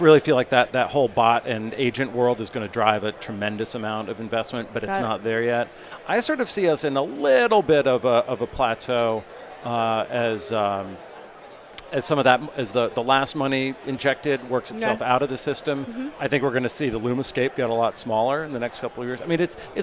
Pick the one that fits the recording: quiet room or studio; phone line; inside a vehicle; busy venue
busy venue